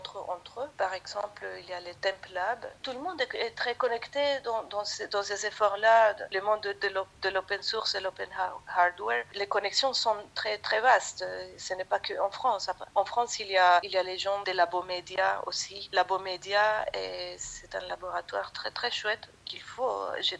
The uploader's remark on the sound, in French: Je suis au téléphone. Réalisatrice confinée sur l'île de Lanzarote.